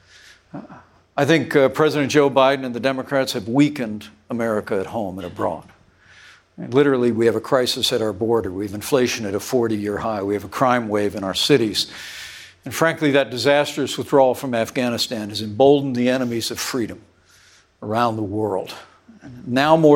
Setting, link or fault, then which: setting, live audience